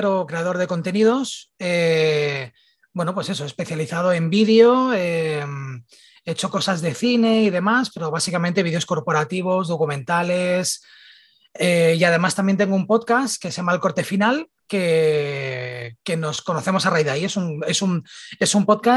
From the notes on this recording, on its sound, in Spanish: Viajamos a Barcelona y nos tomos la segunda parte del café virtual.